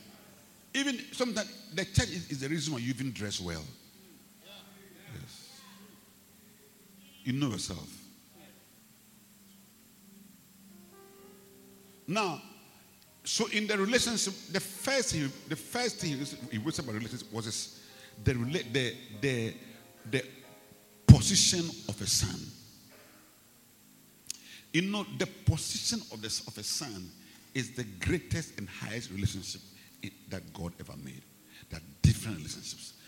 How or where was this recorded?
large echoing room